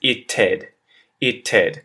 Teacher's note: So when this is followed by the ED, it can either sound like ited, it's almost like there's two D's in there, ited, or if you aspirate that T, it sounds like Ted after the I